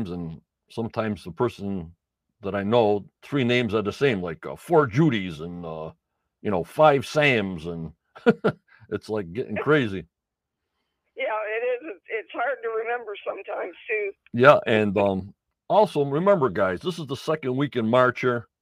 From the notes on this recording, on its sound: ON THE PHONE